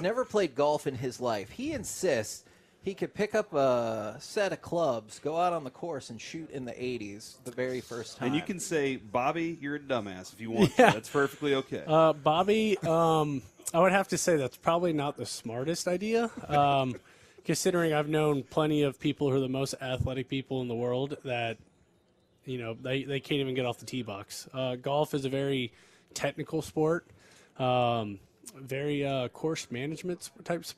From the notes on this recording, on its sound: live from spring training in Surprise